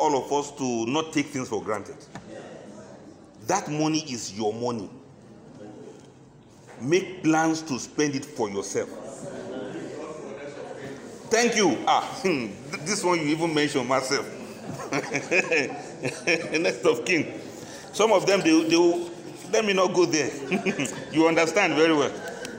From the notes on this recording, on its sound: This lecture was presented at a workshop organized by the Abuja Enterprise Agency (AEA), Abuja on 8 February 2022. The workshop was organized as pre-retirement training for civil servants and senior citizens.